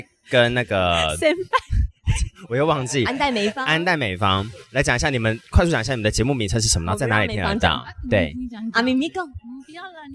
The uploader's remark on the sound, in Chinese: 首次參加 客聲獎 ！既然都來到現場就不能錯過訪問入圍者的好機會！本集節目來到頒獎典禮現場，要把典禮現場最直接的氛圍帶給大家！外場收音器材協力：韁河媒體。